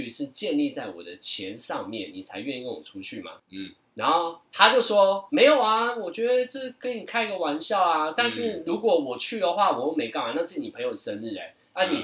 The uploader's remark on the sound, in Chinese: 本集於配備升級之前錄製的, 聲音上需要大家的體諒